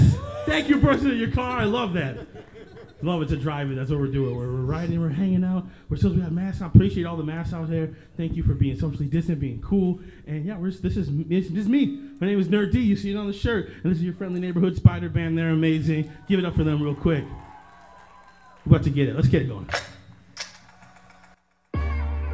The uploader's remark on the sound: Live at the Winona Lake Park Bandshell. Perform at the Lake Park Bandshell for the Lake Park Drive-In event.